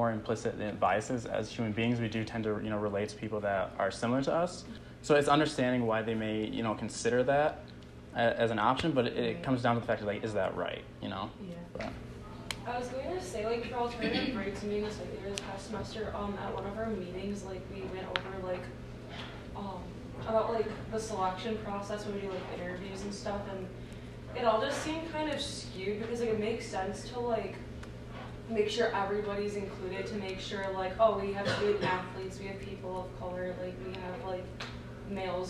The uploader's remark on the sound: leads a discussion at the 2020 Cardinal Leadership Conference